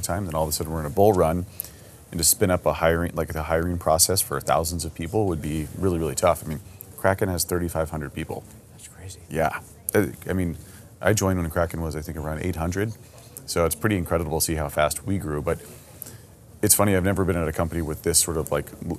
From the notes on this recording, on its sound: recorded at Consensus 2022 in Austin, Texas